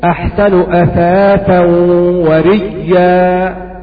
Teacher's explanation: قرئت بإبدال الهمزة ياء وإدغام الياء في الياء